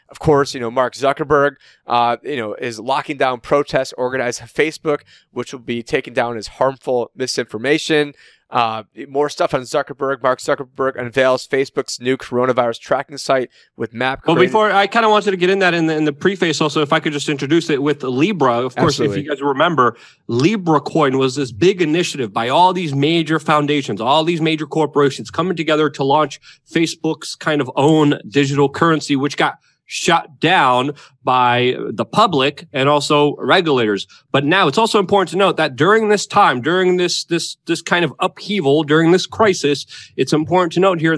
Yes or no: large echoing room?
no